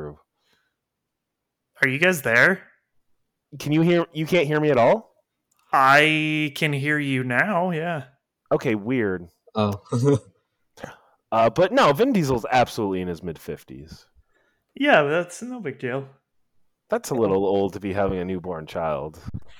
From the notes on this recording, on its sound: Even with all the stuff in my new recording room it still echoes!